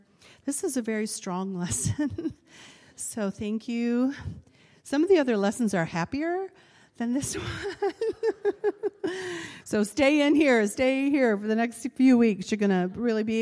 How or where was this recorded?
large echoing room